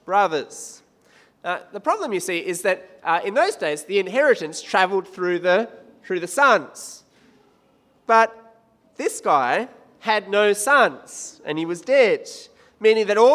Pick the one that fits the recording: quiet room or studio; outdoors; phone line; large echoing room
large echoing room